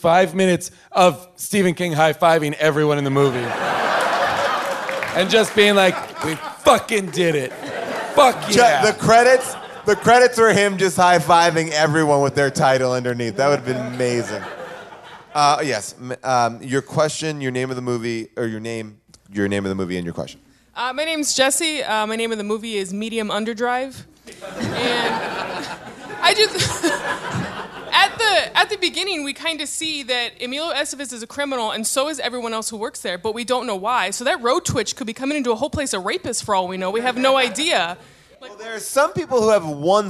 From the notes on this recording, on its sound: LIVE from Largo in Los Angeles